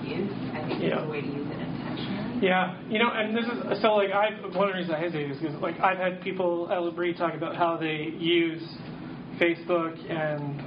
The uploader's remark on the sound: Audio from a workshop.